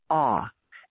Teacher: ah is the mouth fully open and no boundaries. Full open in the throat, full open in the mouth, just pure sound coming out.